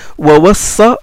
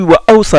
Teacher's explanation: Wa wassa et puis wa awsa. Il y a la hamza maintenant qui a été ajoutée. · Shown in: second take